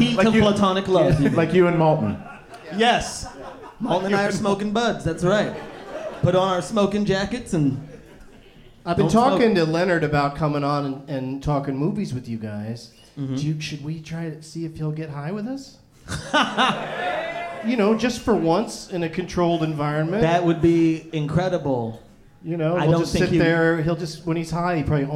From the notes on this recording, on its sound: Live from the Hell Yes Fest in New Orleans